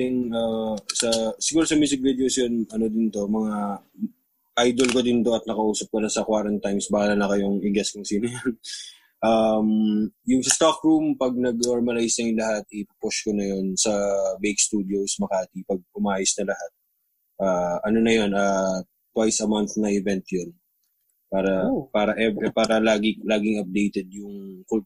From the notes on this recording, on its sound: We sit down (virtually of course). We're still working on getting our audio crystal clear in this new normal internet interview so please forgive us if sometimes our audio isn't as clear as you're used to on our regular mixes.